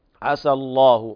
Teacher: عسى الله أن يجعل اللام هنا في لفظ الجلالة تغلظ إثر فتح، فسبقت بفتح فتغلظ عسى الله، وهذا متفق عليه لكل القراء.